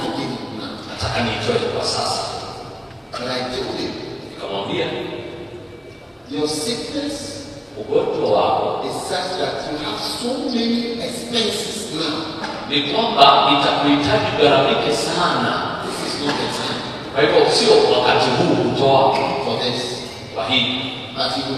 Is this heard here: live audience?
yes